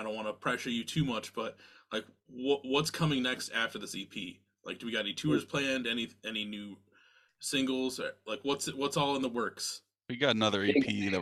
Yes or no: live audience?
no